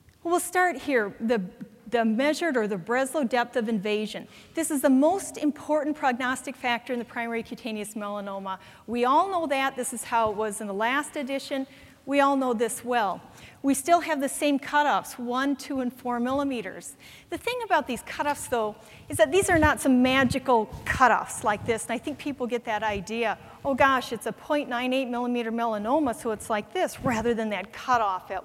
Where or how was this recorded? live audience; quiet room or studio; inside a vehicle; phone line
live audience